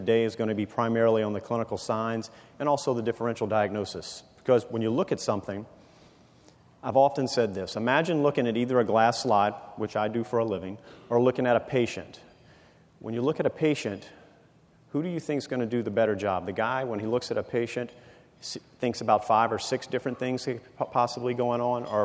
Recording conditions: live audience